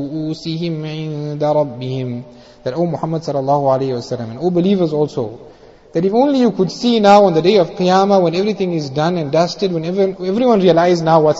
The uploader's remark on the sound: Jumuah Lecture at Avondale Musalla.